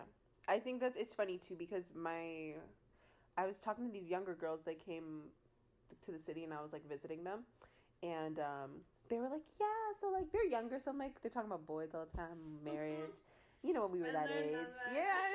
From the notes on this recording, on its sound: Sorry about weird editing and sound issues